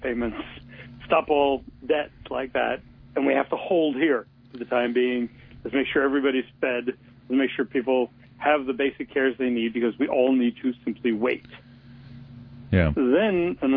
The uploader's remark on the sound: we speak by telephone